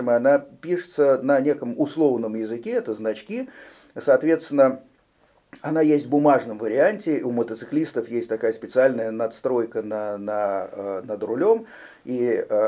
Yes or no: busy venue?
no